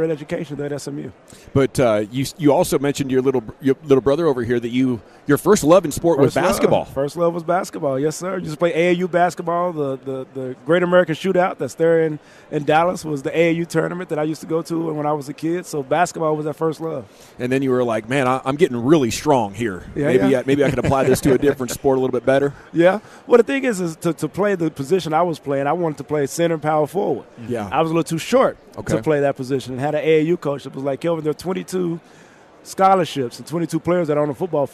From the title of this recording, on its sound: live from Super Bowl Radio Row